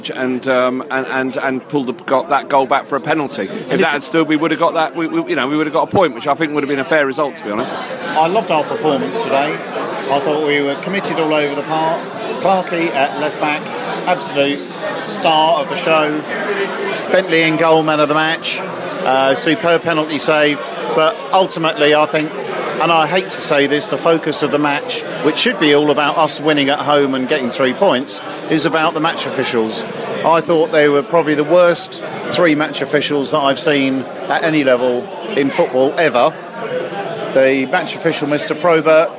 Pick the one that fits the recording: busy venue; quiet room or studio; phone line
busy venue